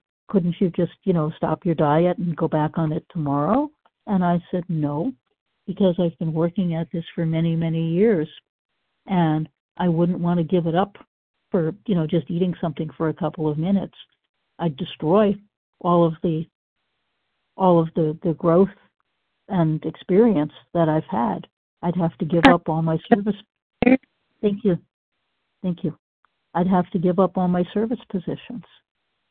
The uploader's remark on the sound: qualification from the 100 Pounders Phone Meeting